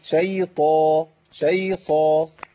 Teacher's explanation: خذ حضرتك الطاء هنا مفخمة قوي